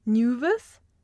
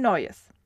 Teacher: Nüves haben wir Neues, wird Ü zu Eu · Term: Diphthongierung